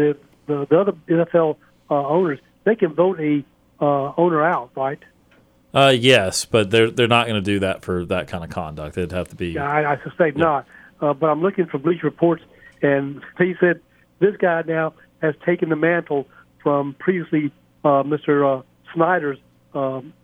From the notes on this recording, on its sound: take your phone calls!